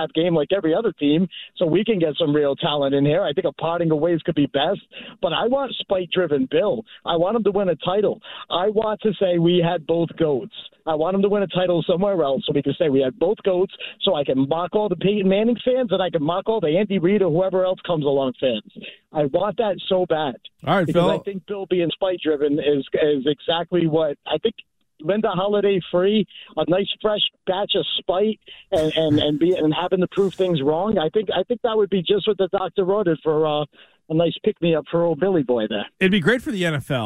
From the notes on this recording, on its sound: A Jets fan that happens to be in Boston for the weekend gives us a call after finding WEEI and hilarity ensues!